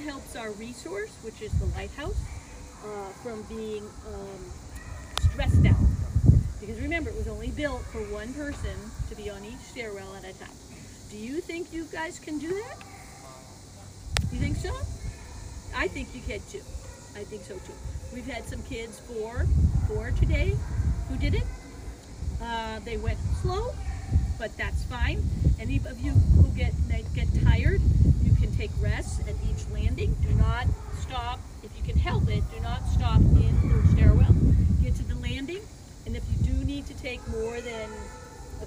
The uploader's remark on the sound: FIELD RECORDING: LABOR DAY COOKOUT.